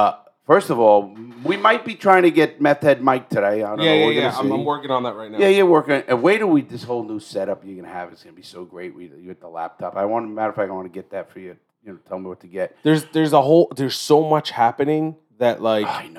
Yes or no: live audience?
no